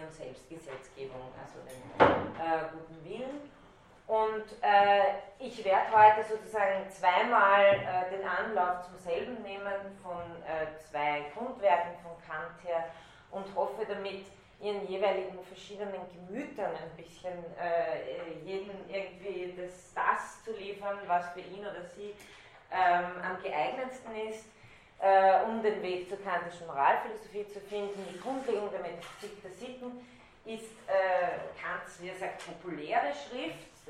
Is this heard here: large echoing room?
yes